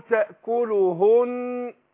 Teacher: يبقى ضميت الهاء في الوصل. لكن انا في الوقف هسكن الهاء بس مش هسكن اللام والهاء.